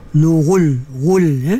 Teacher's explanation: Hujung lidah menyentuh langit-langit keras depan tu · Term: lam